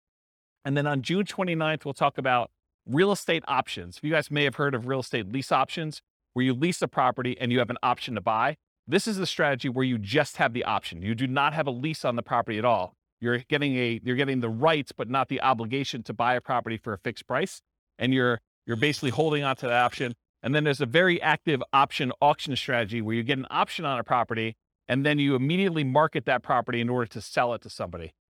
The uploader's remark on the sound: This was a live class recorded